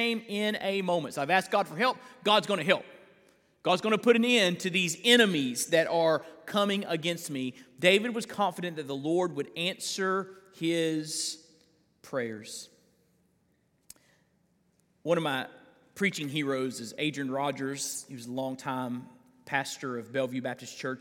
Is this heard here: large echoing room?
yes